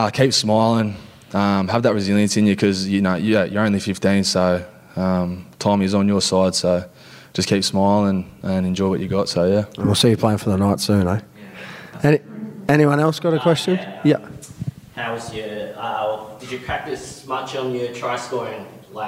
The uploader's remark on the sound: As part of Member Appreciation Round, we held a live podcast with a few of our loyal Members at the Club's Centre of Excellence.